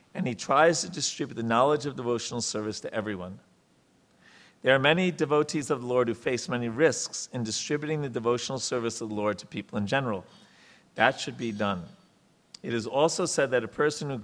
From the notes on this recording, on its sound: Lectures on the Srimad Bhagavatam are held on Sunday mornings at our temple.